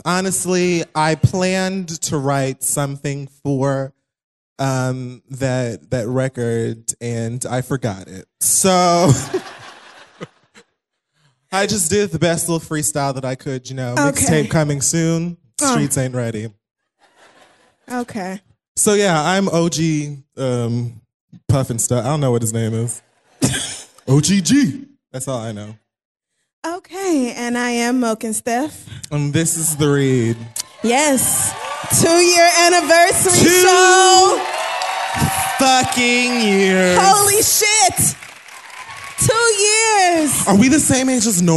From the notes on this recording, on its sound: The Read Live at The New School in NYC.